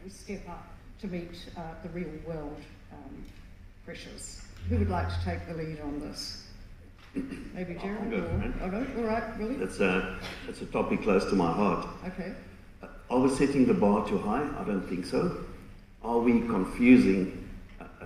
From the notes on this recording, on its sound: 2023 Red Meat Sector Conference Panel discussion. In this panel discussion from the 2023 Red Meat Sector Conference.